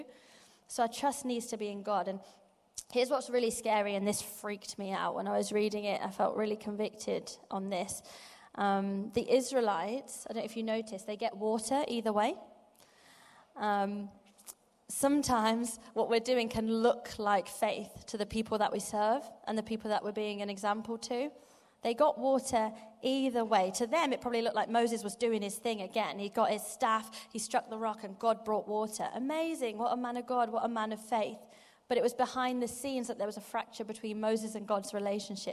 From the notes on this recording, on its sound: Live from Project 23. Over the next few weeks we are going to bringing you live sessions from the most recent Project 23 conference.